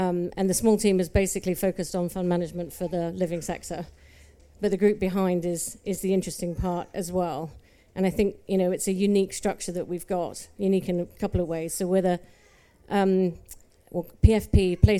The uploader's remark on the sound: Recorded live at EG’s pavilion out at MIPIM this March.